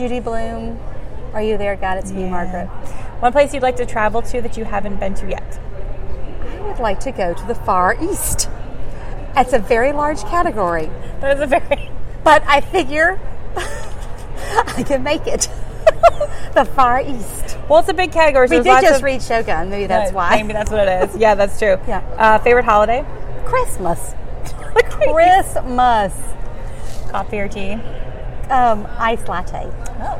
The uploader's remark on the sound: Interview was recorded live at ALA Midwinter.